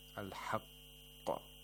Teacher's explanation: We have to hold the qaf a little and then release it. · Term: qalqala